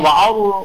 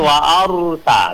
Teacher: ujung lidah itu menempel dengan langit-langit. Tapi diketarkan sedikit, namanya takrir. · Shown in: second take